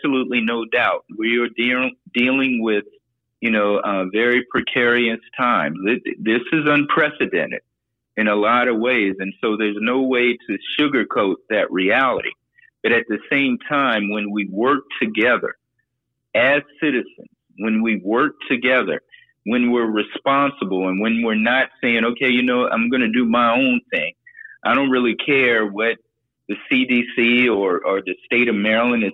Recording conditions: phone line